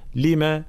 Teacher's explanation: كلمة لما هنا للسؤال، فلا نثبت المد